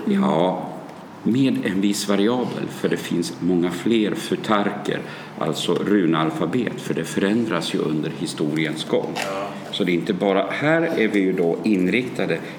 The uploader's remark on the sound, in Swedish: Jag valde att göra ett program om vikingatider som ligger precis utanför Löddeköpinge. Jag träffar dem i Gillehallen och får spela in programmet med all stämning som gamla vikingaspöken och vinden utanför kan hjälpa till att skapa, därav alla bakgrundsljud.